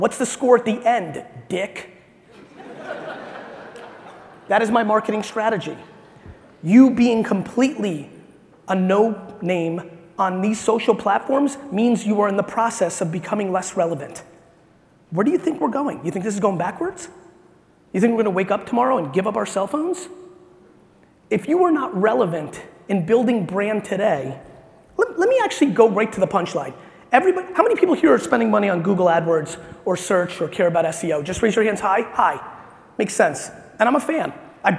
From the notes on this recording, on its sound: This episode is from a keynote I gave in Alpharetta, Ga.